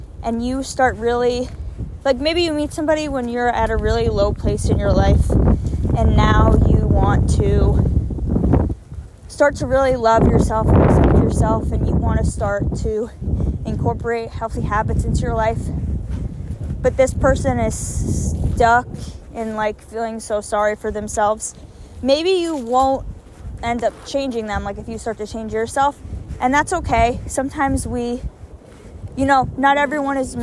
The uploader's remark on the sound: sorry about the wind I recorded this on a walk outside